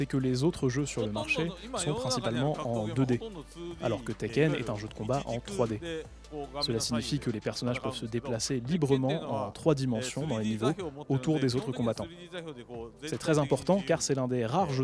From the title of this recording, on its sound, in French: En direct de la Gamescom 2023